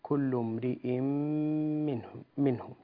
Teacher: كل امرئ منهم، عندنا تنوين في كلمة امرئ، تنوين كسر، وبعده حرف الميم، والحكم إدغام، تكون الغنة فيه بمقدار حركتين